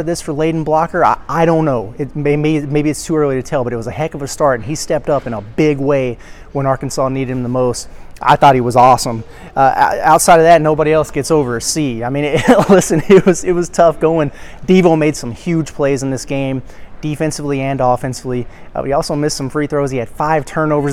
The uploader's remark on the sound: Live reaction and takeaways from the Imperial Ballroom at Paradise Island. At the Battle 4 Atlantis.